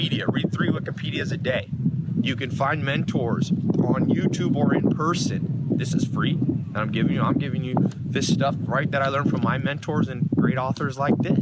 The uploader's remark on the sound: For Thanksgiving, I visited the Amish and …'s farm in Virginia and I read "Bounce" again on the airplane and recorded a video for you out in the snow by the chickens and pigs.